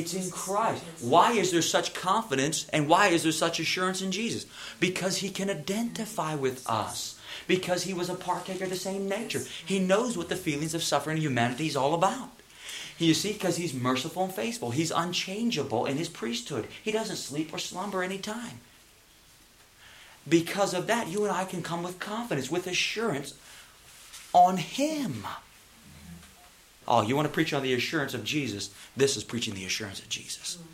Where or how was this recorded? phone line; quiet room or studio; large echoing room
large echoing room